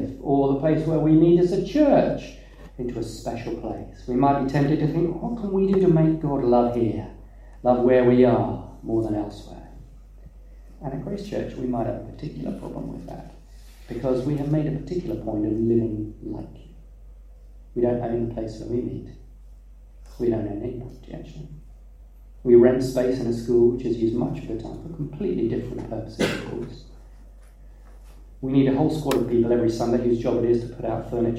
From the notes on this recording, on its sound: We had some technical difficulties and were unable to use our usual recording equipment - so please be aware that the quality is not as good as we would like